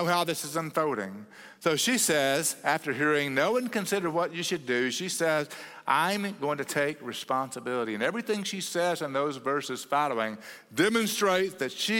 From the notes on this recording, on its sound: at Cross City Church in Euless, TX on May 14, 2023